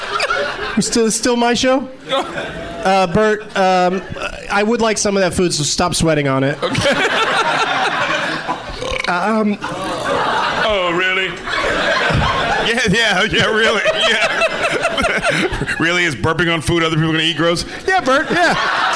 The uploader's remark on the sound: Live from the Helium Comedy Club in Philadelphia